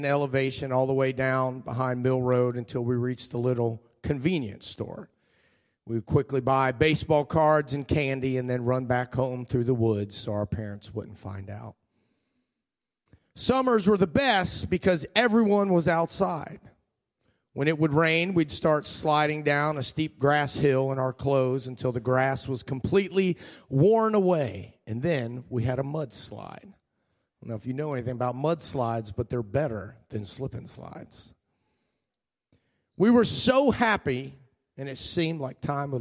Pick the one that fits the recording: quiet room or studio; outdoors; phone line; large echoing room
large echoing room